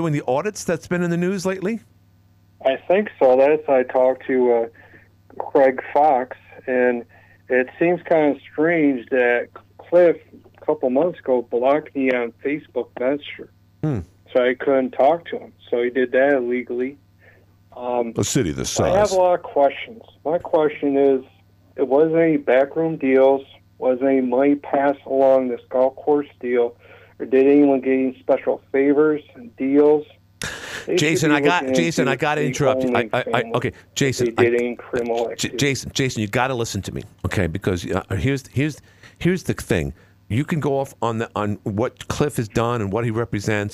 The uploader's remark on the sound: A second candidate called in today